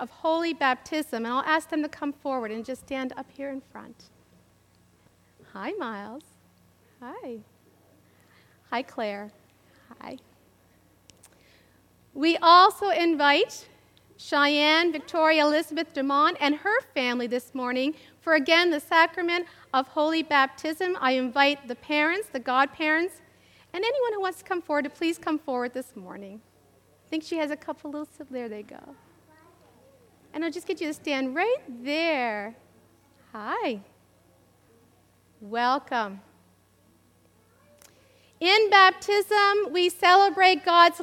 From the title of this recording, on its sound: live Worship Easter Sunday April 9th, 2023